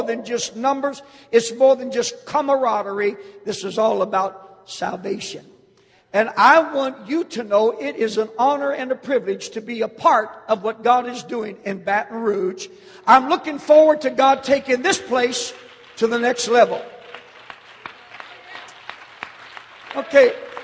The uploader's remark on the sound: Baton Rouge Camp Meeting 2009